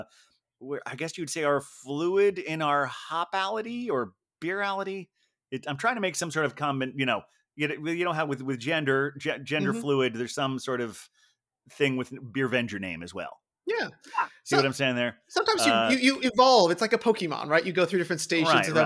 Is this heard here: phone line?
no